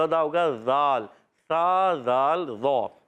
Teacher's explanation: زبان کا سرا اوپر کے دانتوں کے کناروں سے لگائیں گے تو ادا ہوگا ذال · Term: حرف لسویہ